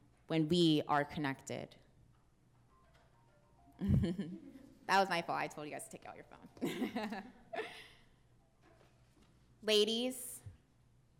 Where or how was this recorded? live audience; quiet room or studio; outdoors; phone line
live audience